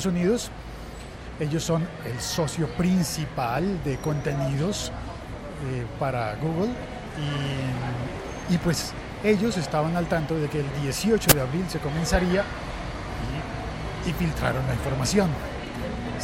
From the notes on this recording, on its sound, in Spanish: Este episodio se ha emitido en directo desde dentro de un autobús de Transmilenio entre la estación de Universidad Nacional y la estación Universidades. Este episodio se ha emitido en directo desde dentro de un autobús de Transmilenio entre la estación de Universidad Nacional y la estación Universidades.